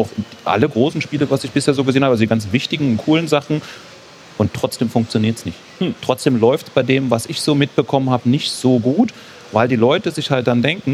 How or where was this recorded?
busy venue